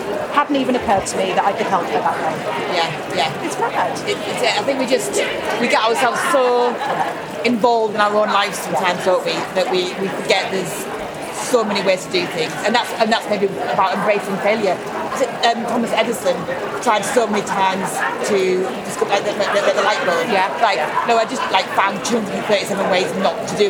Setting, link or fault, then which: setting, busy venue